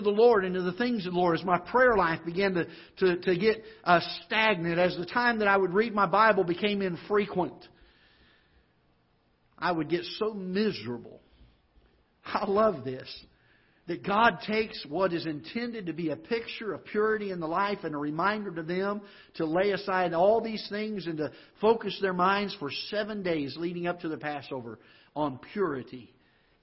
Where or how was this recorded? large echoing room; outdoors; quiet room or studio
large echoing room